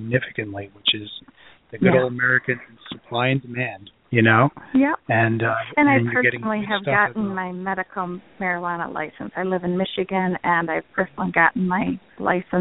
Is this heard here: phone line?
yes